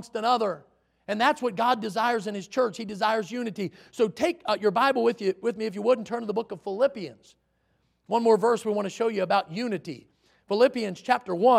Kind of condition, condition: setting, large echoing room